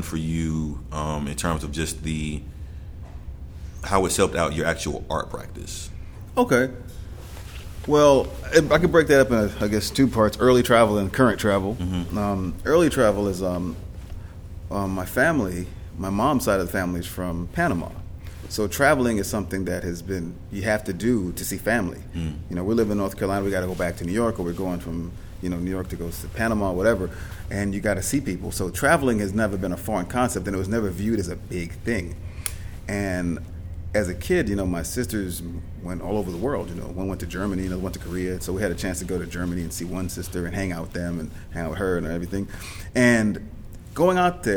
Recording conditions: busy venue